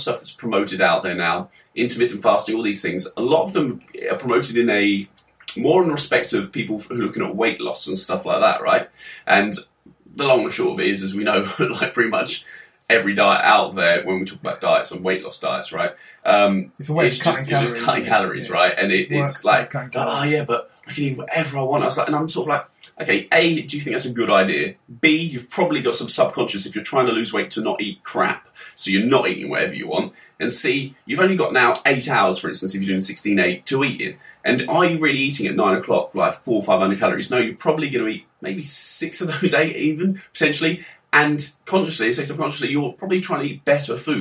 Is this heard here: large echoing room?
no